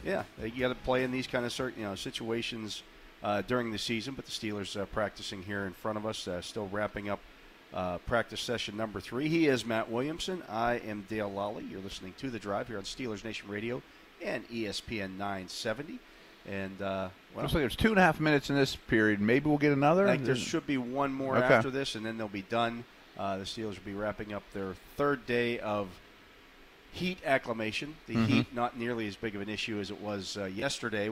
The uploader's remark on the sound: broadcast live from Chuck Noll Stadium as the Steelers take the field for a wet practice